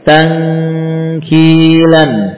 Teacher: jadi ada suara hidung, ya, suara gunnah, sedangkan suara mulut diposisikan di sekitar makhraj huruf kaf, ya, di pangkal pangkal lidah.